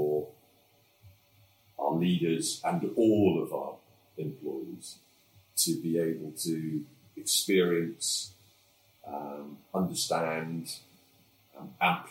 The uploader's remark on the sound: we apologise for the poor quality of this audio